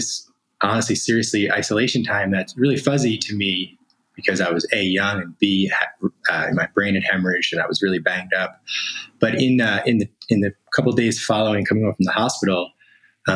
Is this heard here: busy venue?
no